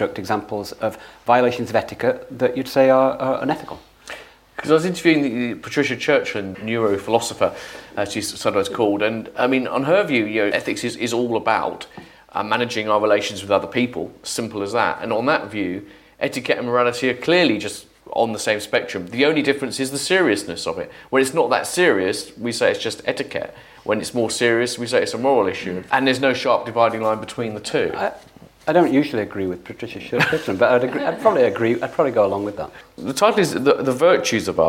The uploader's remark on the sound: The discussion was recorded live at Foyles bookshop in association with the Bristol Festival of Ideas.